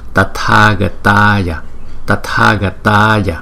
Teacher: Cái chữ A có dấu gạch ngang trên đầu, chúng ta phải đọc kéo dài hơn so với chữ A không có dấu gạch ngang trên đầu. Cho nên chữ này là Tathagataya, Tathagataya.